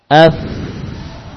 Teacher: nafasnya mengalir, suara pun juga mengalir · Term: rokhawah